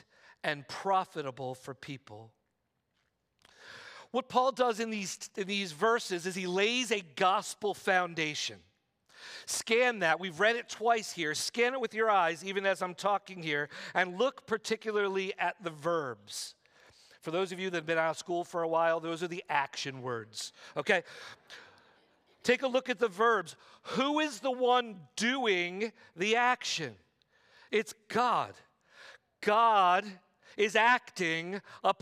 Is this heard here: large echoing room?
yes